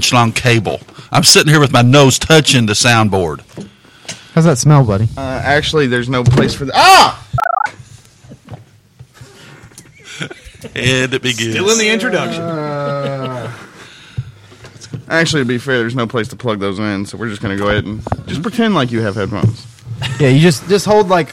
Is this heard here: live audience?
no